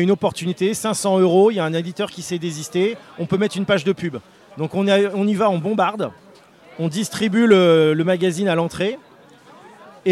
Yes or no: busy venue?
yes